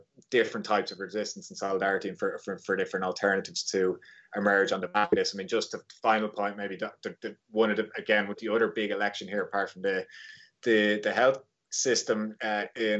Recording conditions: video call